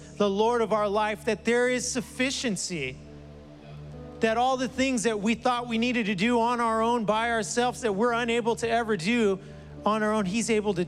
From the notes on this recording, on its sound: was preached on July 11th at the 11:30AM service.